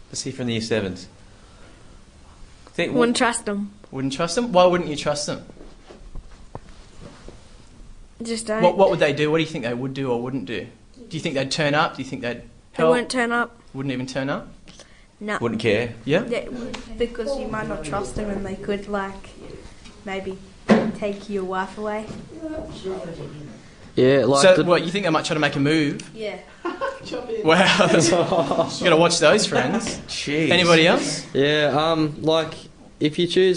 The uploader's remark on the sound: Live School Session